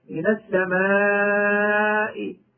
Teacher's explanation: فإذا كان مدا متصلا عارضا للسكون مجرورا ففيه هذه الثلاثة التي للسكون المجرد، وفيه أيضا المد بمقدار أربع أو خمس حركات بالروم